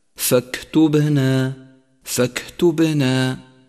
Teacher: ولاحظ صفة الهمس لحرف الكاف، ولاحظ صفة القلقلة لحرف الباء